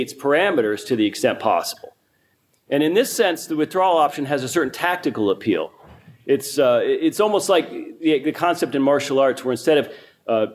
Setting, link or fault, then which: setting, live audience